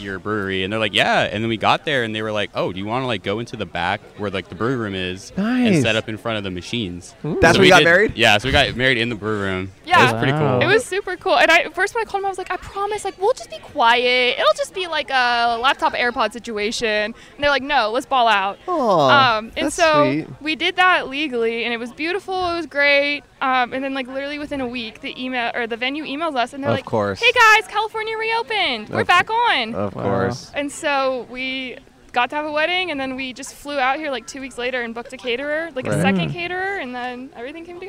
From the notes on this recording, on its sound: Recorded on 7/17/21 at Riverbed Farm in Anaheim, California.